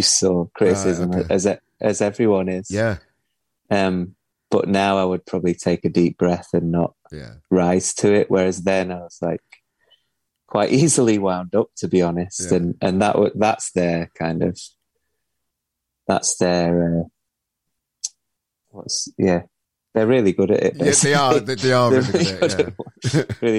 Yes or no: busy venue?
no